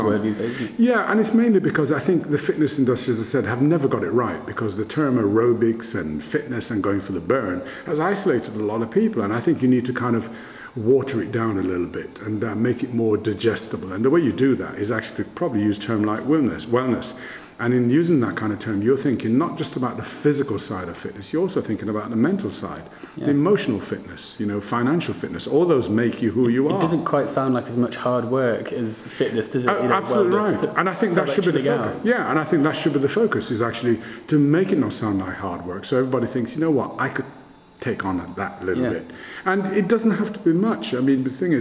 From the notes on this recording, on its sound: at the Global Travel Group conference in Orlando earlier this month